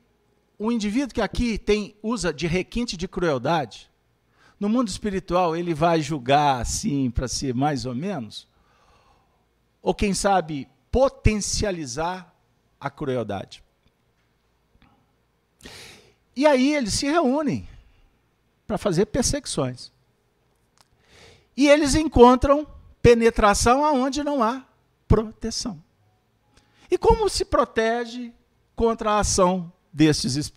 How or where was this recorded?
live audience